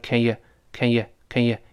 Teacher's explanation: 所以那个 Can 和 you 都发成元音弱化，元音弱化叫原来的元音，重读的音都变成了 a 倒意思的 a。所以 a 变成 a，Can 读成 cancan, can you 都能约，约，约，所以都能看约，看约，看约，一带而过。那 drive 是重读，drive 做动词就开车去送某人去了。送谁呢？就